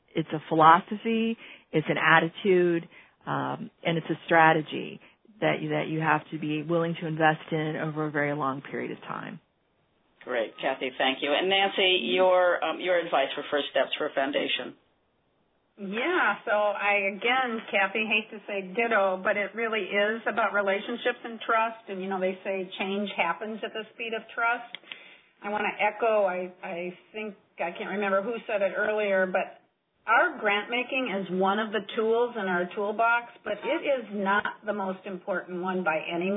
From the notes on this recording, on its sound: On this call. This FREE event was recorded.